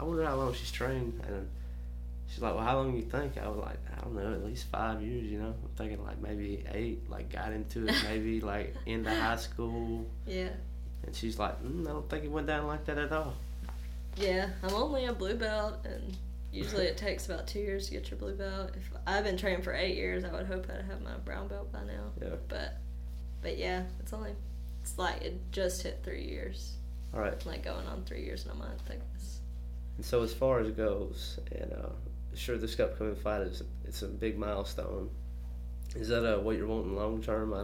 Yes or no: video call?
no